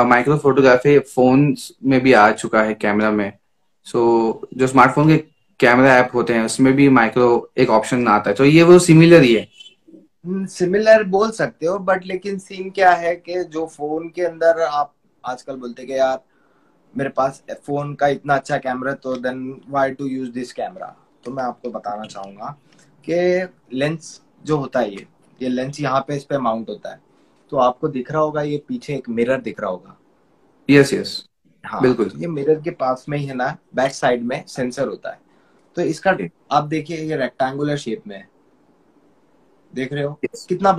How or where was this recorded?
video call